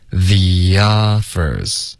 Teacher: the 跟 offers 之间我们会添加一个很轻的一个 year 的音。The offers 有没有听到一个 year? When the offers were pouring in 后面就没有变化了 OK，可是 pouring 大家注意一下有两种发音 OK，第一是 pour 结尾加一个儿化音